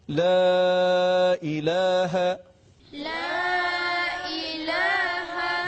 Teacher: مراقب باشین زود رد نشین، 4 حرکت باید کشیده بشه · Term: مد منفصل